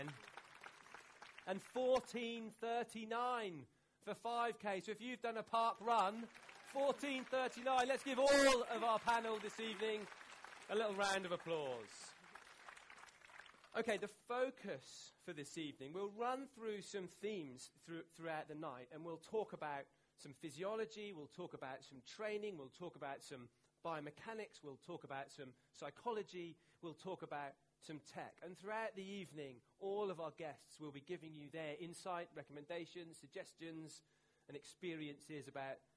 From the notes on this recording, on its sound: This is a live recording of Science and Running, which took place at the Science Museum on 27 March 2019.